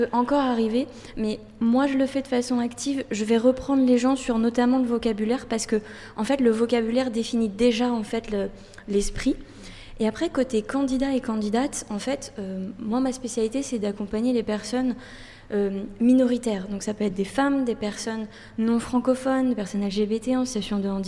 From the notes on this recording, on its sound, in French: Une émission enregistrée au bar The Island de Pernod Ricard France